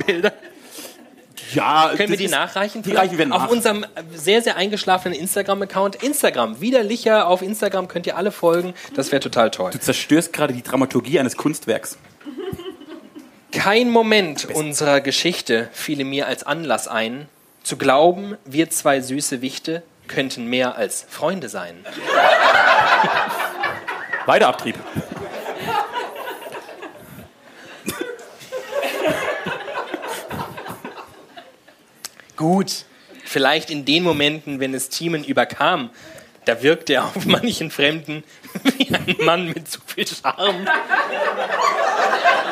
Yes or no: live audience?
yes